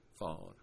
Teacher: I'm spending more time in the awe part of it, fawn. But if I said thought, I might very well spend more time in the unrounded portion of it, thought.